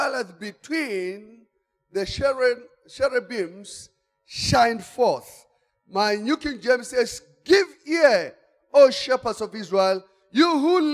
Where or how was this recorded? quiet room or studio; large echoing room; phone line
large echoing room